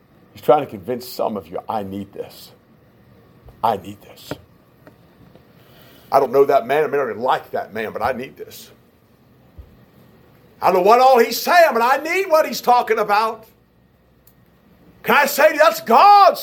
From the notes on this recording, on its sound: This is part 6 of 6 of a message preached at Shippensburg Independent Baptist Church in July of 2021.